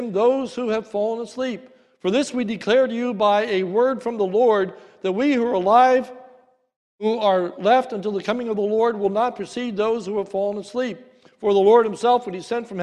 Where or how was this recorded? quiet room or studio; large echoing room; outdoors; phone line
large echoing room